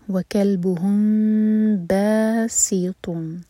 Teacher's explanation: میم کے بعد ہے با تو یہ ہے اخفاء شفوی، میم کو ہولڈ کریں گے دو سیکنڈس. وکلبهم باسیطن، باسی سین کے لیے ہماری زبان فلیٹ ہوگی اور تو ہیوی ہے.